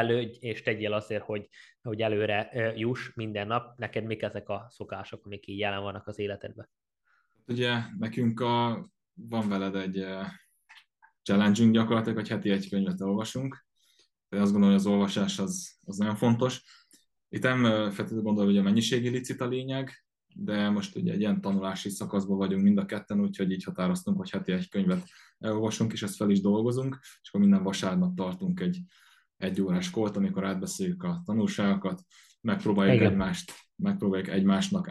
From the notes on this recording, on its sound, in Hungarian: az interjút ONLINE rögzítettük